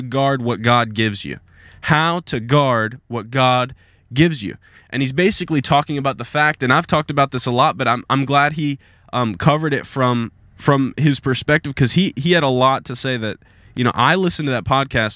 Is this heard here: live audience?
no